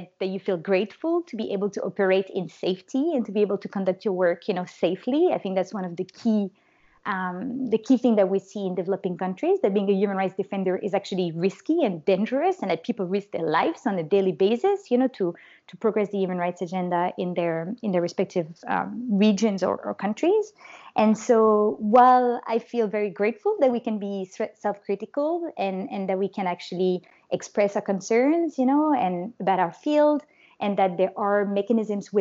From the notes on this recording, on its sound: In this episode we come as a trio, recording remotely from the US, Norway and Brazil.